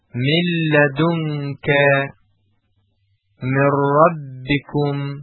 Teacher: ادغام بلا قنه، هرگاه نون ساکن یا تنوین به دو حرف لام و را برسد، فقط دو حرف مجبور مشدد شده و بدون کمک بینی و تنها از فضای دهان تلفظ می شود